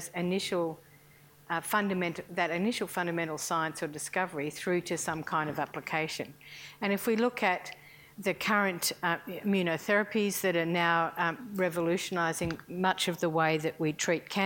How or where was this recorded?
large echoing room